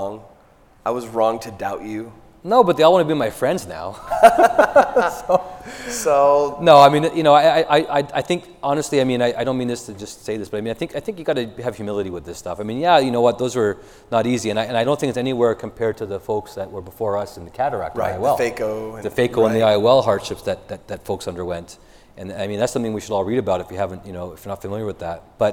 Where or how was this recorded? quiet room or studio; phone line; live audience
live audience